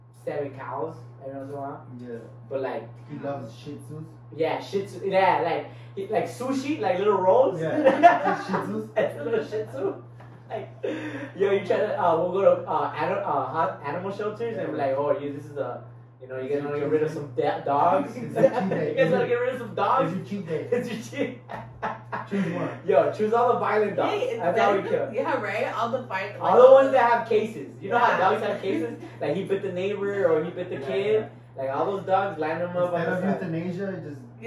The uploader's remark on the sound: WOULD LIKE TO APOLOGIZE FOR THE SOUND QUALITY, yea it sucks.